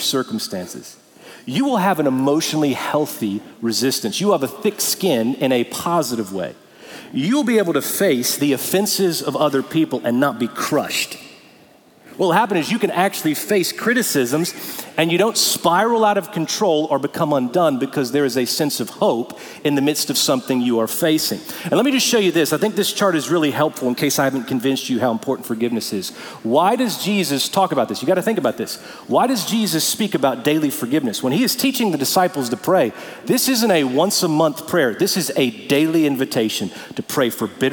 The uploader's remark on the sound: Recorded Live at Brookwood Church on 11.05.2023